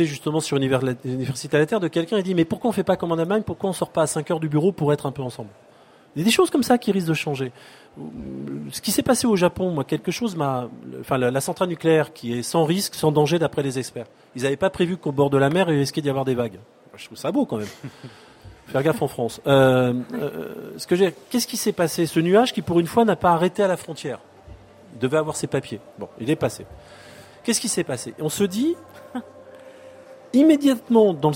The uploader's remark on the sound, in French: Le plateau de Fréquence Terre sur le salon planète durable en Avril 2011. Enregistrée au salon planète durable en Avril 2011.